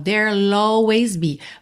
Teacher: Para deixar bem claro que é there will que tá contraído. E aí você já deixa esse som do L aparecer bem pela ligação com a vogal.